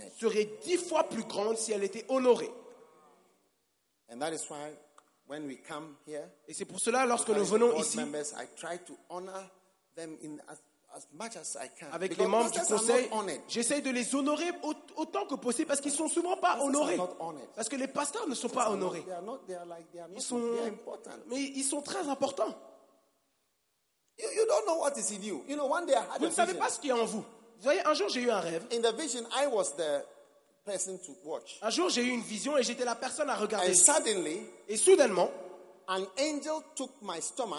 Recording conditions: live audience